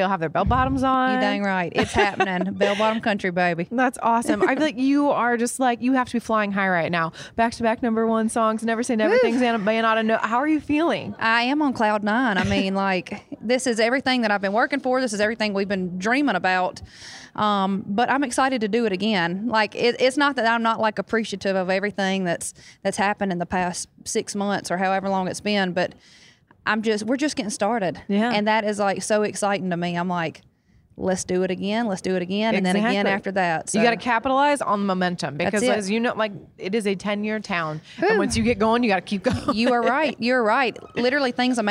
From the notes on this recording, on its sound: backstage at Audacy's Leading Ladies Live